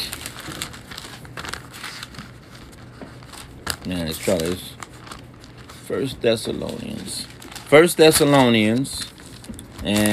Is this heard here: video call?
no